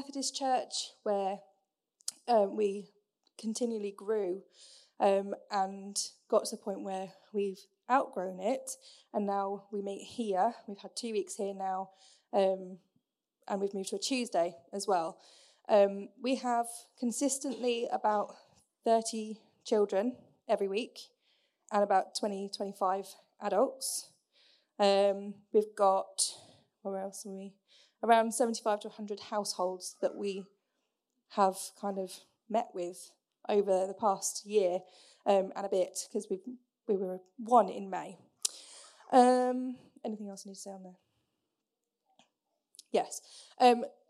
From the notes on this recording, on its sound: Recorded Sun 17th Sept at Saxon Hall, Raunds